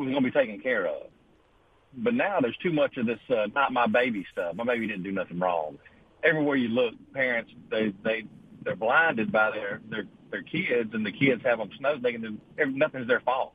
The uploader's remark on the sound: One of the arrested students mothers was listening to the show this morning and called in to give her thoughts on the matter.